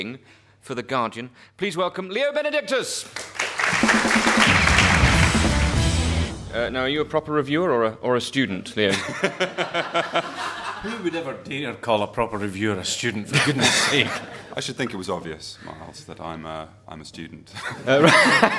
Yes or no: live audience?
yes